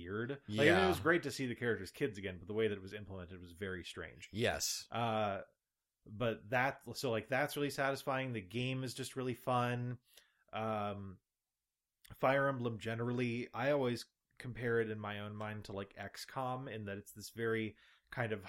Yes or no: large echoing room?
no